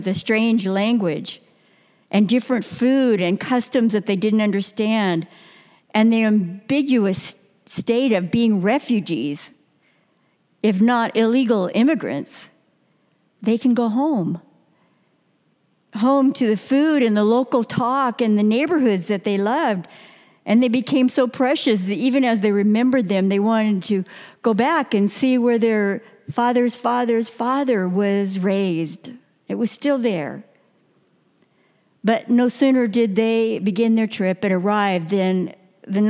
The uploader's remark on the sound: New Year message delivered during the 9:00 Worship service.